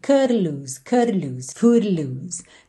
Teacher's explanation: Não colocou uma vogal, cutty, mas chegou a fazer assim uma vibraçãozinha da língua no céu da boca.